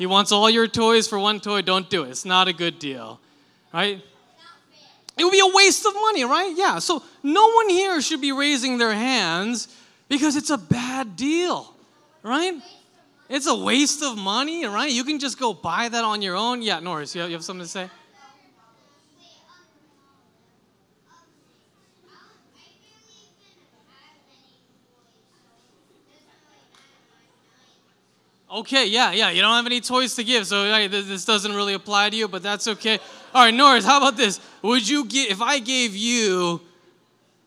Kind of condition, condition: setting, large echoing room